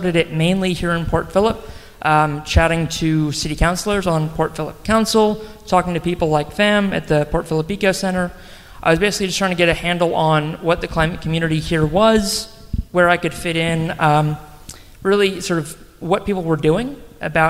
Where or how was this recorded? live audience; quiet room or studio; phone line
live audience